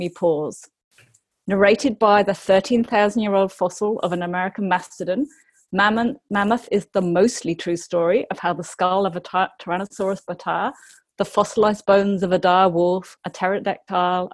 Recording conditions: video call